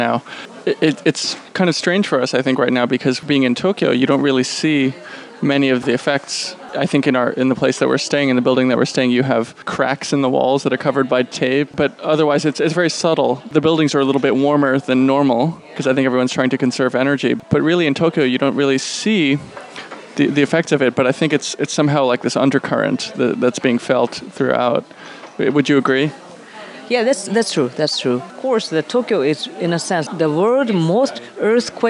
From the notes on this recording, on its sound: was recorded in a bar